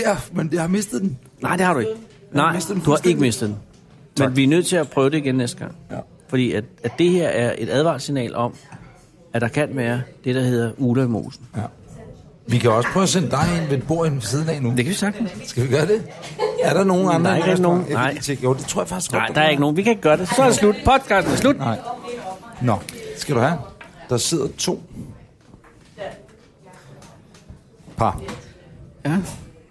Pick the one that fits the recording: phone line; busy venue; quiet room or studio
busy venue